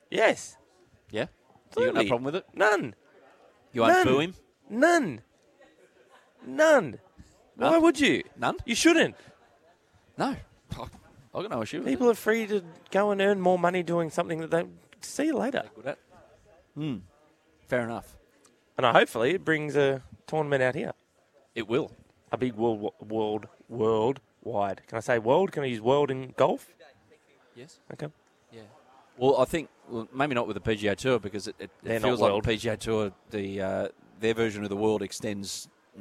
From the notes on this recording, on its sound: Broadcasting live from the Hawkesbury Lifestyle and Leisure centre thanks to Jayco.